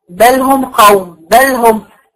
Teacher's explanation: أنا بركن في المخرج وبظهر الغنة، ده اسمه إظهار شفوي